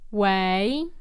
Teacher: And this is a second tone, so it's a rising tone.